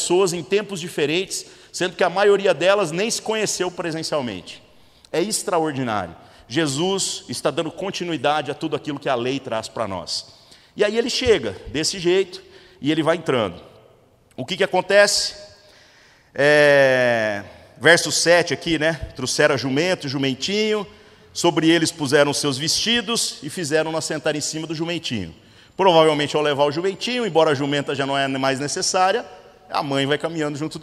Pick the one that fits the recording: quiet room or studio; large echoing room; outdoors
large echoing room